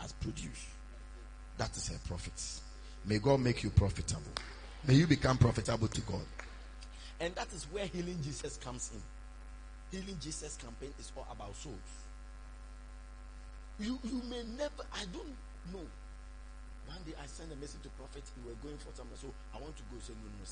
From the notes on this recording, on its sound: Preached at morning Glory Service